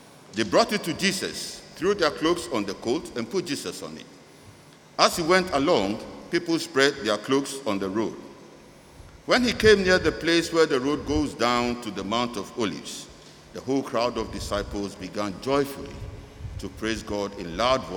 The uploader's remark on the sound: Sermon preached at CBC Shiashie Campus